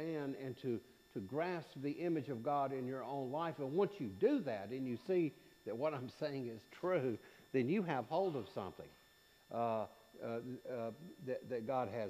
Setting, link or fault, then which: setting, large echoing room